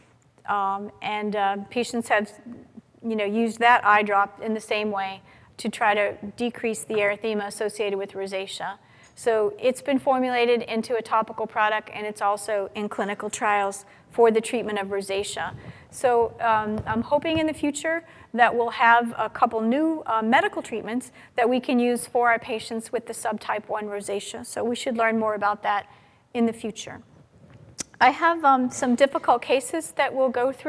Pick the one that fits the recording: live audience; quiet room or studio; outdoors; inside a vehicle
live audience